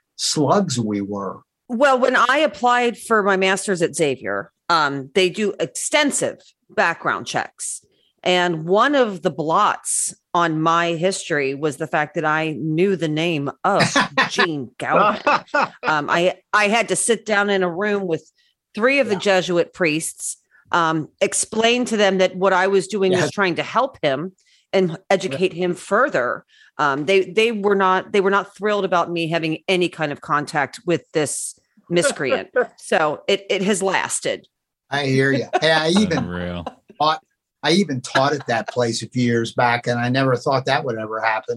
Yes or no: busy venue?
no